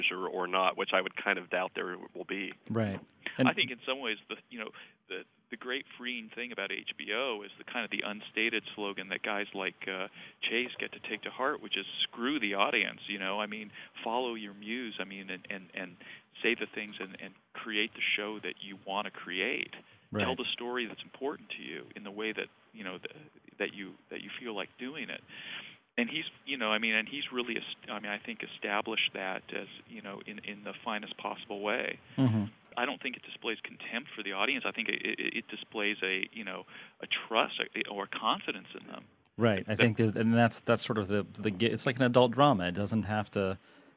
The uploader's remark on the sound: I talked by phone